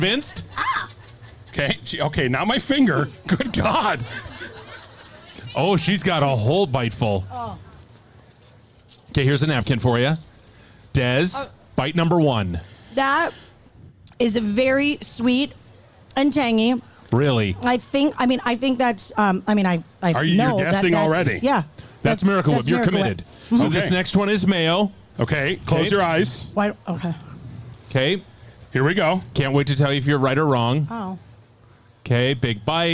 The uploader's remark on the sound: It's our third and final live podcast from the 2023 Minnesota State Fair.